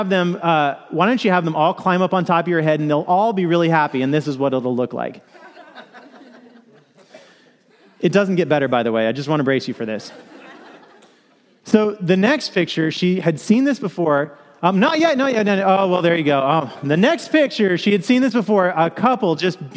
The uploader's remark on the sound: Message delivered during the 2PM Christmas Eve Contemporary Worship service.